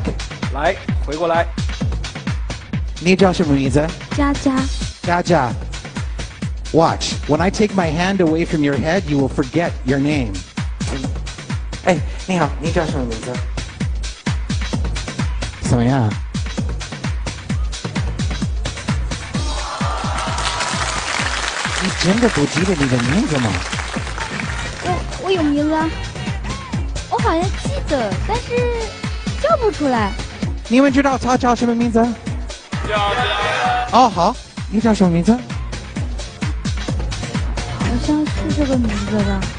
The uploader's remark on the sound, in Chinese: 现场催眠秀